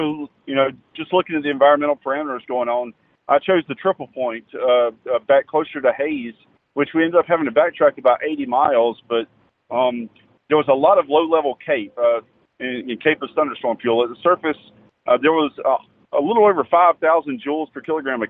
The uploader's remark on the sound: Called into this week's podcast to discuss. The Carolina Weather Group storm chase week continues in Kansas.